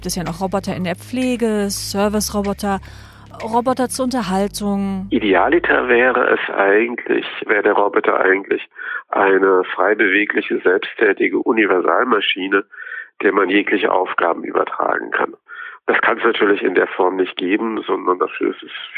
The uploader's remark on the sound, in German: Unterstützung gibt es dabei am Telefon